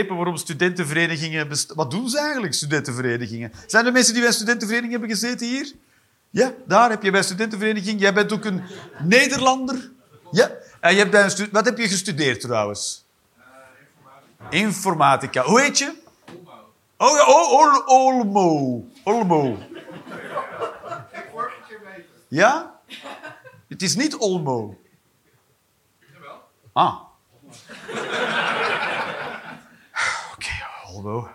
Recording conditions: live audience